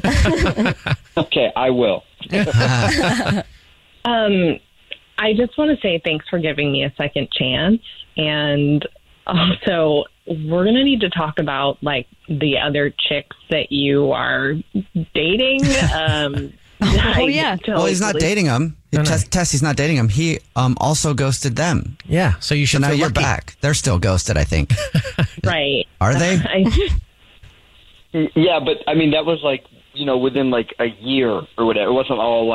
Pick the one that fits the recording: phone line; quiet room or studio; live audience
phone line